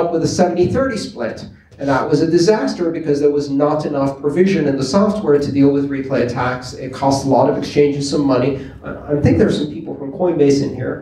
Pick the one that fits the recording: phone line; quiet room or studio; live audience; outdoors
live audience